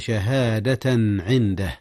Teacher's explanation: التنوين قبل العين، والعين من أحرف الحلق من أحرف الإظهار.